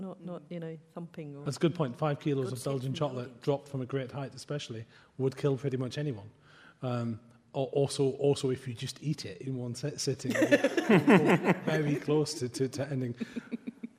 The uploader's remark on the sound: Live from Harrogate - Eastercon Special. A special live version of the popular book podcast, presented at Follycon 2018.